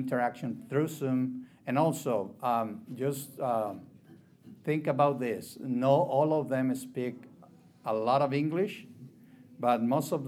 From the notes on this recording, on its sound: This session was recorded at the FLD Spring Leaders Conference in 2022